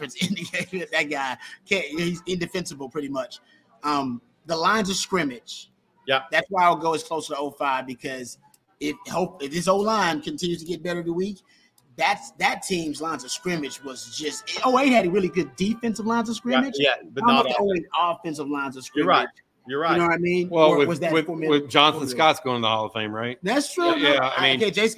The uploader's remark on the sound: Longhorn Livestream LIVE from The Co-Op! Is LIVE from The Co-Op talking Texas vs Wyoming.